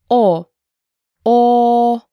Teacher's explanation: O is the back rounded and low vowel.